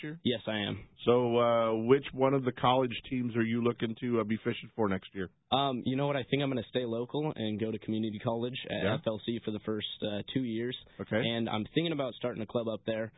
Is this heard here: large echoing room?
no